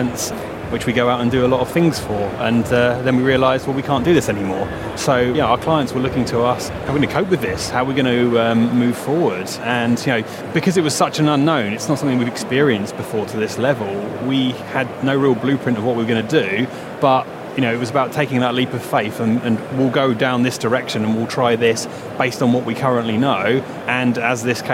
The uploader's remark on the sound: In this episode, we drop in on a panel debate. Recorded in the Operational Excellence Theatre at Safety & Health Expo in May.